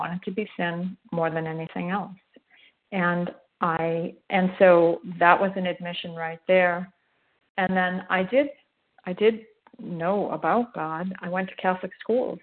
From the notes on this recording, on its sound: 100 Pounders Phone Meeting